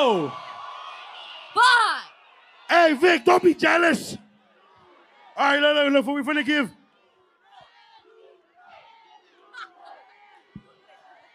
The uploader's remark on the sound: Live Episode. Our live podcast at The Novo in Downtown LA is finally here.